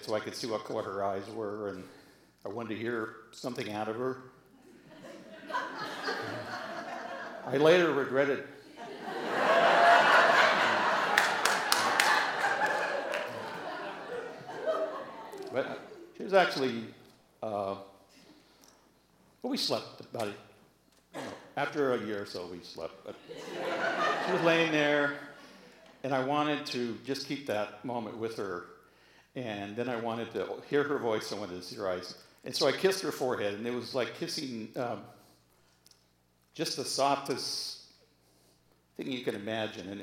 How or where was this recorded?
live audience